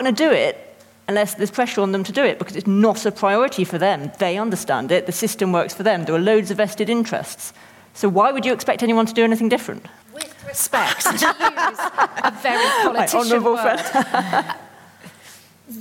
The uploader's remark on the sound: Recorded live at the Cambridge Literary Festival.